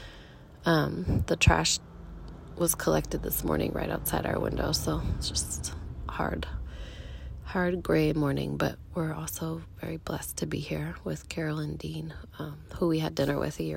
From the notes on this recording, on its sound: In the minivan in Santa Cruz last week. Managed to record one episode on our family trip to California.